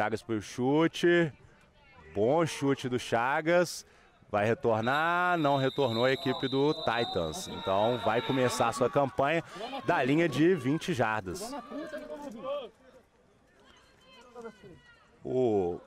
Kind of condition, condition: setting, busy venue